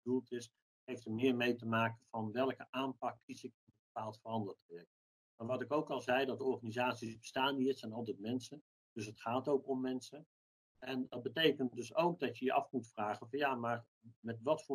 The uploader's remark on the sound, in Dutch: Deze podcast is online opgenomen.